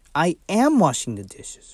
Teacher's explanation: And you put more stress, more emphasis on am.